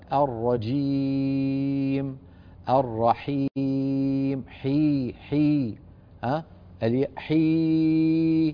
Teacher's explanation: ياء صافية، ولا تضغط على أنفك